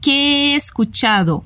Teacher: Atenção com a sequência de sons de E que acabam se juntando.